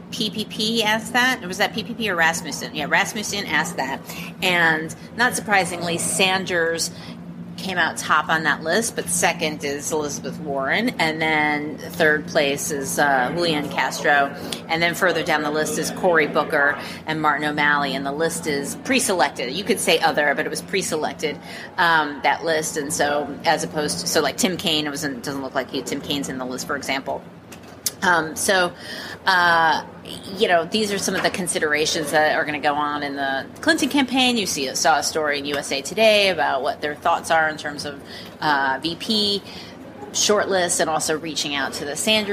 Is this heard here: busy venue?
yes